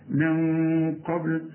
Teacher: أدي همزتين قبل كده بتقول إيه أرسلنا، شوف قومك من قبل، نون بعدها قف، عاوزين غنى القف من حروف الإخفاء